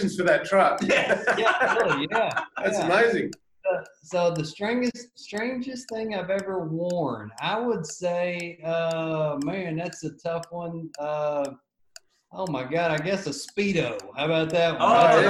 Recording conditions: video call